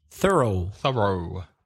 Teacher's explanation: With a W at the end. American. A W sound at the end.